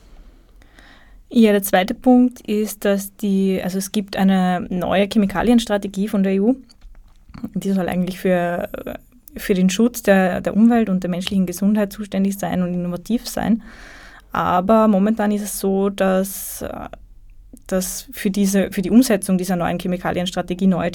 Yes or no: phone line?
no